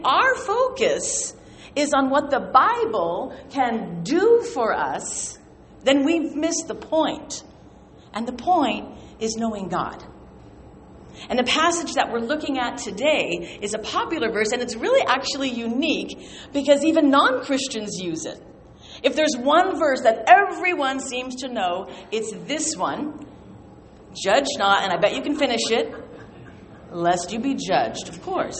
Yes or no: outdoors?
no